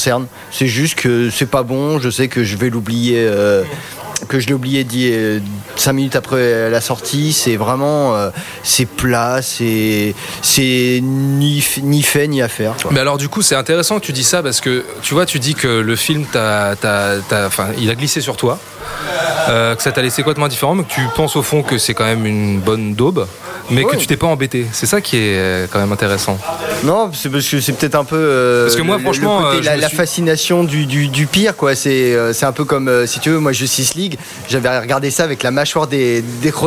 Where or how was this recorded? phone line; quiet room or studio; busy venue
busy venue